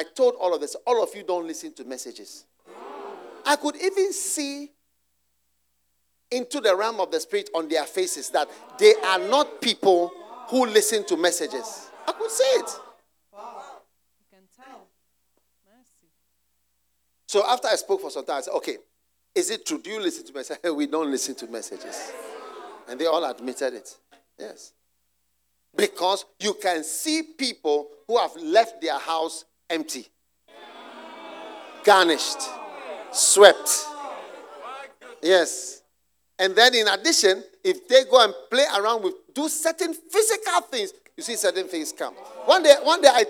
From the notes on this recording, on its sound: Preached at the Use It or Lose It Camp, USA.